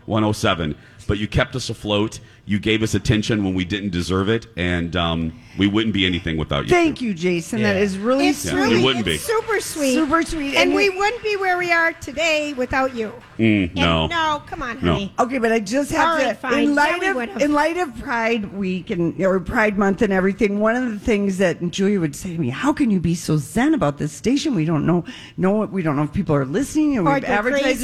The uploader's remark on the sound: LIVE from Lush